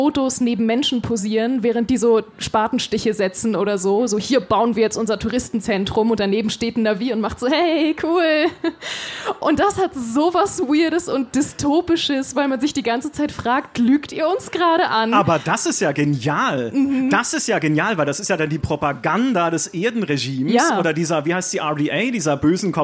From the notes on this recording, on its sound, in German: Live-Podcast vom Münchner Geek-Festival